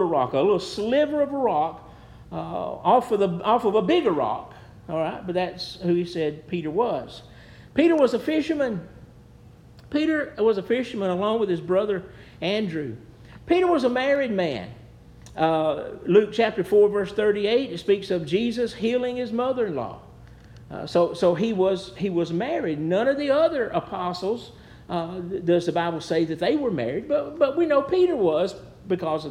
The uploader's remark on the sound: Preached at New Hope Baptist Church